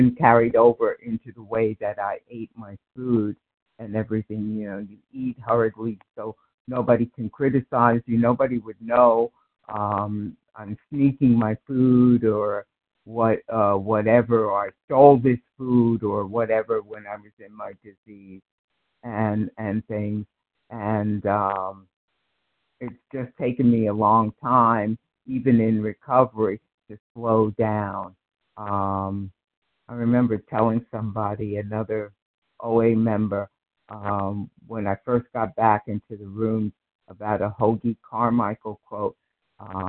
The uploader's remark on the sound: 100 Pounders Phone Meeting